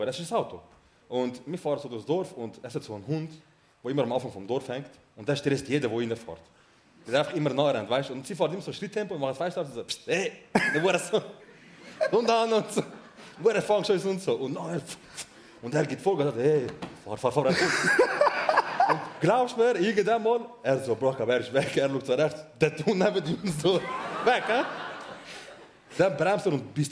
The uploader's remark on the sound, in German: Live im Bernhardtheater. Die ersti hälfti vo eusere Liveshow im Bernhardtheater.